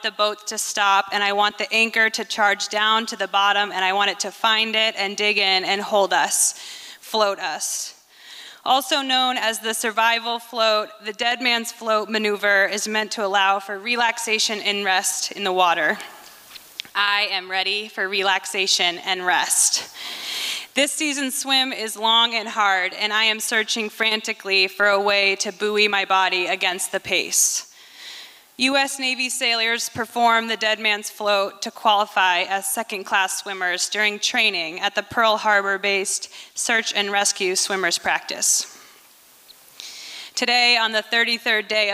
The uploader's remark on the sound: recorded at the Liberty Theatre in Astoria, OR on Friday, February 24th, 2023.